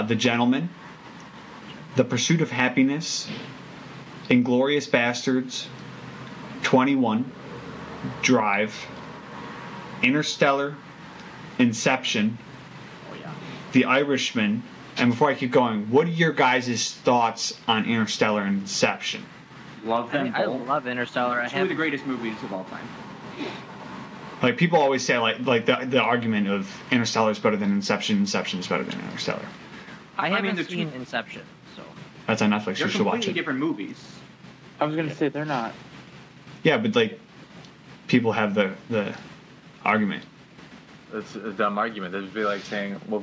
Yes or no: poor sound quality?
yes